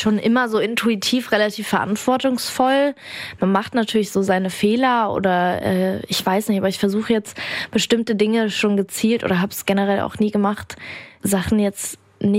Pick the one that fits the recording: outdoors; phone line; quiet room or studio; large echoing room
quiet room or studio